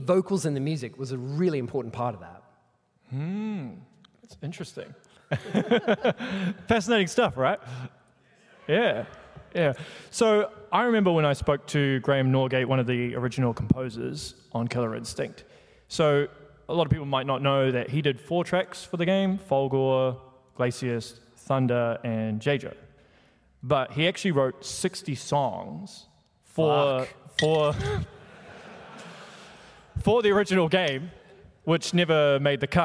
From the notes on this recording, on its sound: Here is the recorded panel I did at PAX 2023.